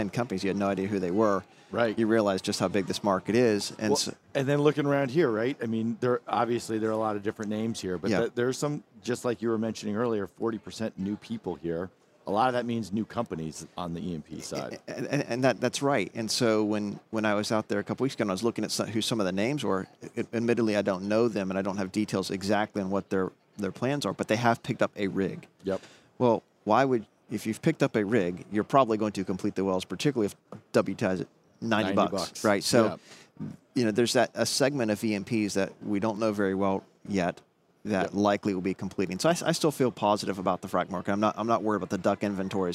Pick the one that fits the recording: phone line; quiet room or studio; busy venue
busy venue